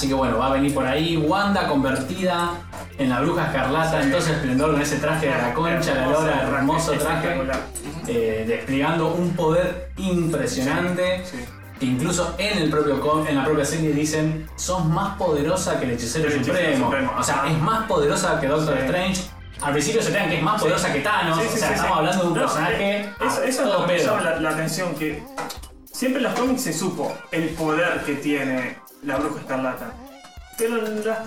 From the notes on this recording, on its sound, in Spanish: Este episodio contó con un desperfecto de sonido (los micrófonos decidieron no grabar), así que la calidad es bastante cuestionable.